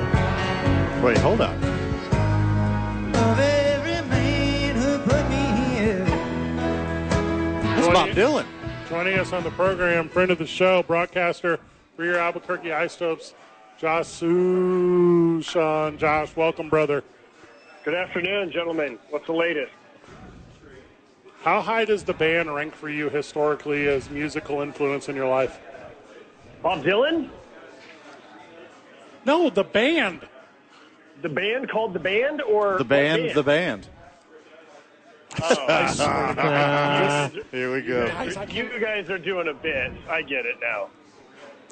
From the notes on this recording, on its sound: The bois are live from Red Door for the shortest show ever.